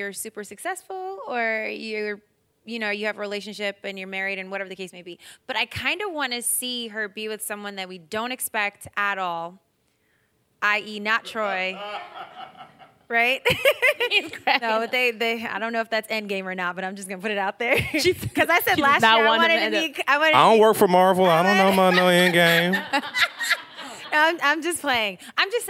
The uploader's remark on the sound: The conversation was recorded on July 29, 2019 in front of a live audience at New York's 92nd Street Y.